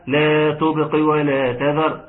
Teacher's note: الألف مد طبيعي ومد المقدار حركتين · الباء خد بالك منها مقلقل جدا، احد حروف القلقله